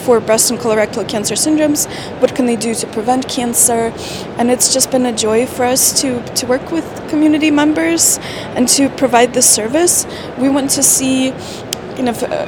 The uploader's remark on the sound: recorded live at the American Society of Clinical Oncology (ASCO) Annual Meeting